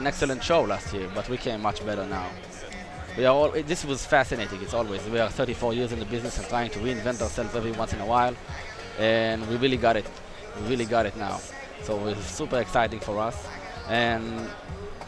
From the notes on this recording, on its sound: Live from InfoComm 2015. Live from the InfoComm 2015 Show floor.